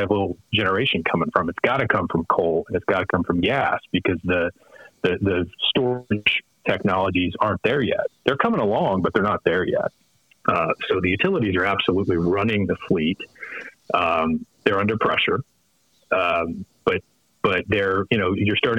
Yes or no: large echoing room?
no